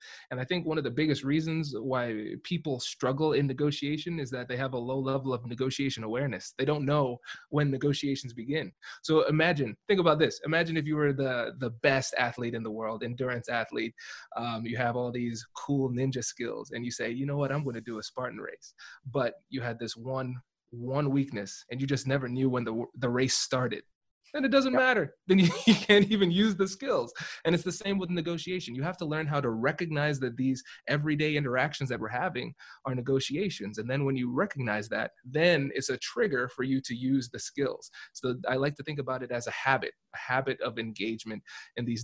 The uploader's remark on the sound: Live ZOOM recording.